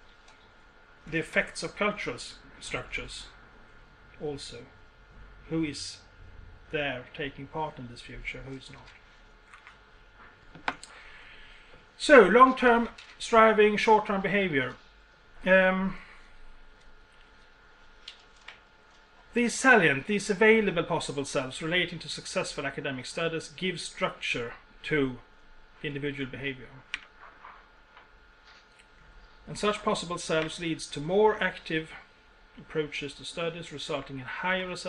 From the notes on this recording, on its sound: University of Borås, Sweden. Speaks at SRHE Joint Network Event.